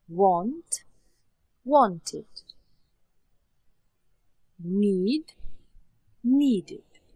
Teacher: Prva skupina, kjer se končnica ed izgovarja kot it.